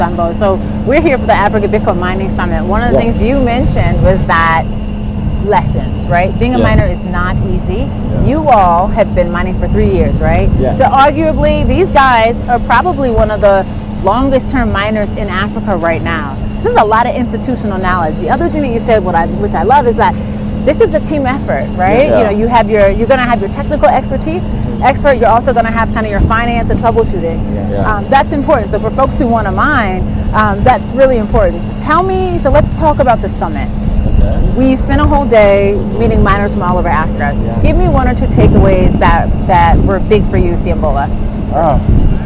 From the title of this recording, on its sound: Live from Africa Bitcoin Mining Summit- Part 2 (Gitugu, Kenya Site Tour)